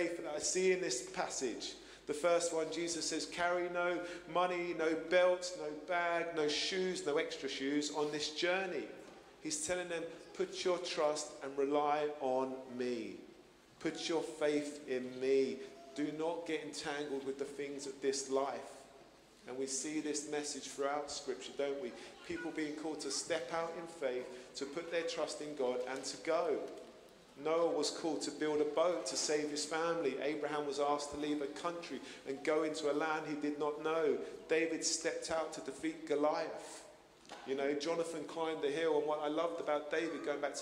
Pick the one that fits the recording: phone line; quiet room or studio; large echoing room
large echoing room